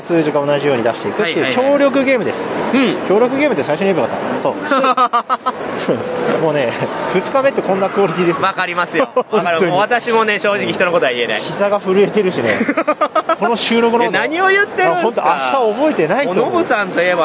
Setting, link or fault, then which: setting, busy venue